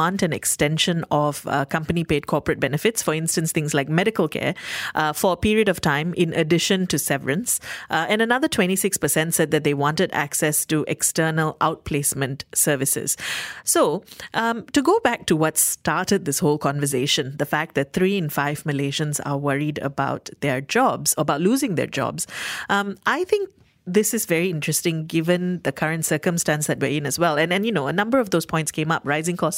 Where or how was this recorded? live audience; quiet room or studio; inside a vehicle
quiet room or studio